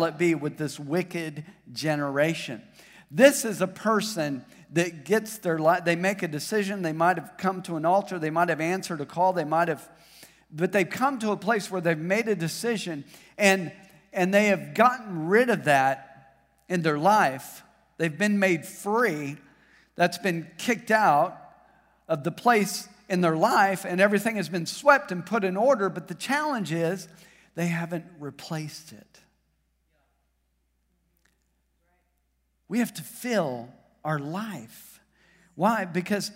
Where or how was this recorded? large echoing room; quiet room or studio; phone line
large echoing room